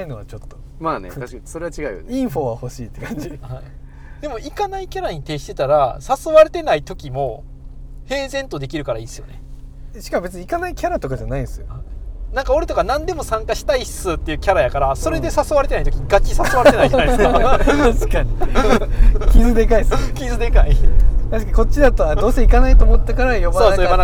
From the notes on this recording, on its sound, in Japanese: 恒例の移動中録音回。今回車で走っているのは目黒区五本木〜世田谷区池尻周辺の往復です。